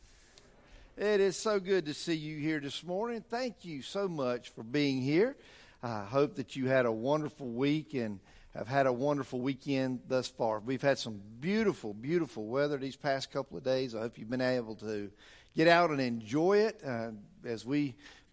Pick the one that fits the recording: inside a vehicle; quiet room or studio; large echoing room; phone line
large echoing room